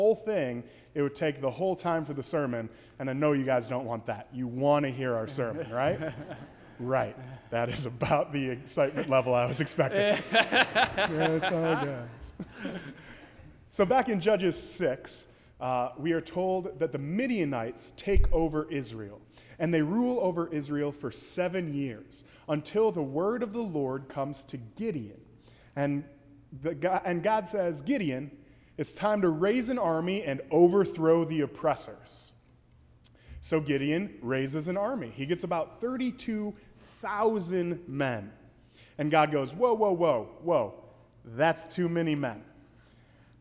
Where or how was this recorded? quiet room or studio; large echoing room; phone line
large echoing room